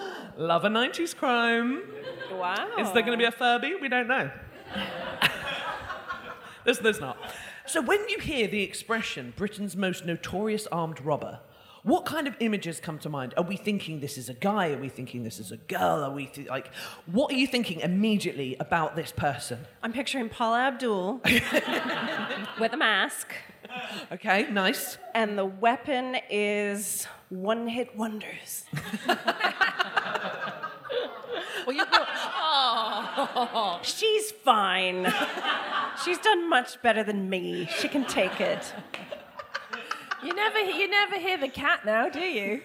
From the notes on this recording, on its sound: Joined the ladies on stage during their final residency show of 2023. A member of the live audience shared.